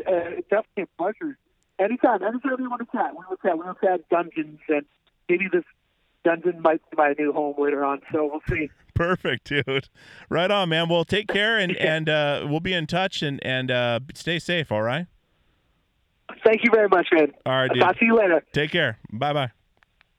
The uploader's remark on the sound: Joins me from the deep Dungeon below the bunk in the van on tour driving through Virginia.